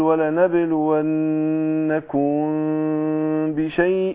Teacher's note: ولنبلونكم الإخفاء الميم. طبعا الميم تخرج من انطباق الشفتين، لكن عند الإخفاء بيحصل انفراجة يسيرة بين الشفتين